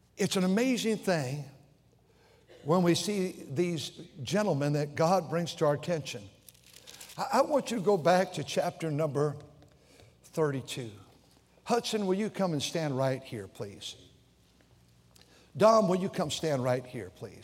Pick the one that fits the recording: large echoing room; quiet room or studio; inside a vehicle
large echoing room